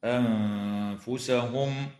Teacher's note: وتخفى النون الساكنة عند الفاء مع الغنة مرققة في كلمة أنفسهم